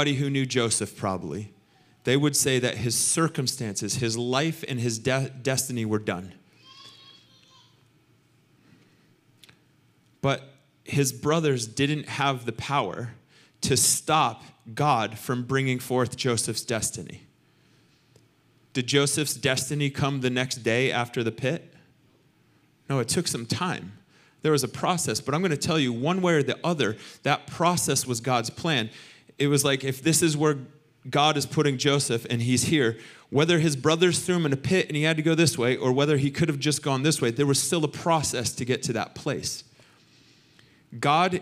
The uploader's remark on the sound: Recorded sunday evening service at Reunion Hawaii